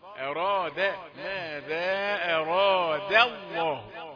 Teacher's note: أراد ده الرقيقة ما تقولش أراد الله. لفظ الجلالة مفخم لكن ما تخليش معاه الدال تخليها ضاد